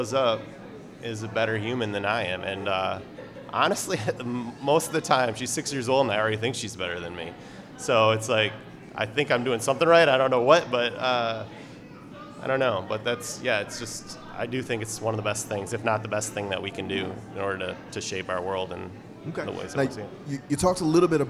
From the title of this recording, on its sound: Live at Cultivate